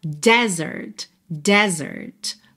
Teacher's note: Mas a sílaba tônica é a primeira e esse é aberto. Então a gente fala desert.